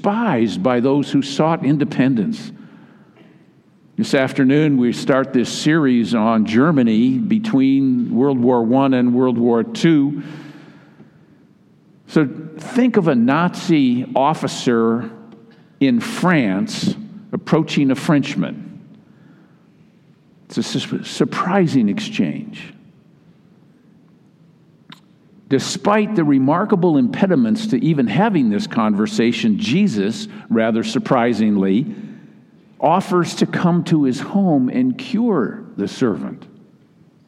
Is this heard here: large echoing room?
yes